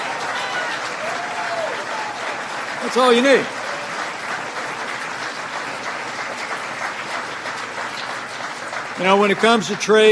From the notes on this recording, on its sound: live, on-scene coverage a Janesville campaign rally